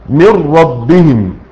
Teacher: جعلت النون راء مشددة · Term: الادغام